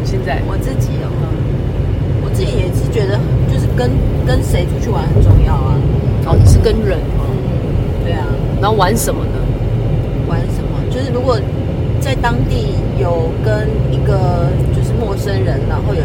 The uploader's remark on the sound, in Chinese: 車錄。聽著大家在車上說說笑笑的錄音。當時旅行中有大海味道的空氣，彼此聊天時大笑的呼吸，車窗空隙吹亂髪稍的風。旅途中參與錄音的三位特別的旅伴。